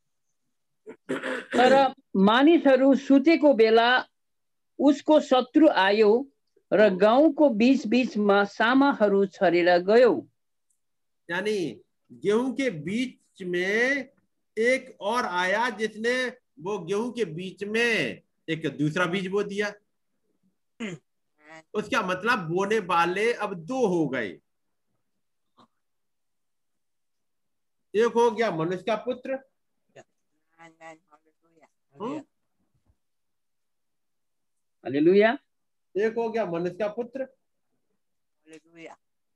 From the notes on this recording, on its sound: Zoom Meeting